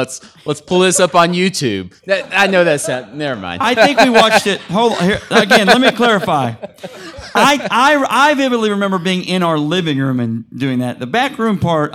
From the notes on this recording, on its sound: You get a great episode recorded in front of a live studio audience.